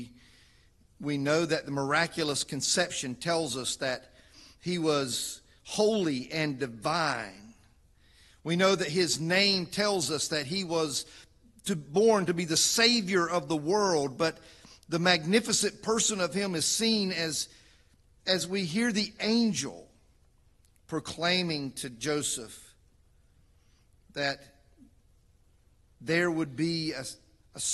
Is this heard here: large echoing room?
yes